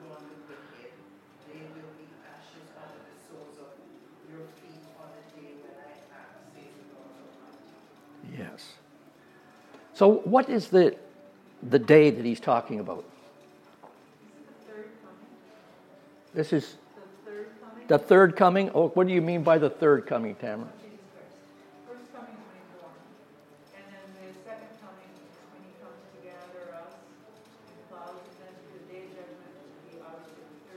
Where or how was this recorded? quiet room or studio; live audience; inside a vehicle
live audience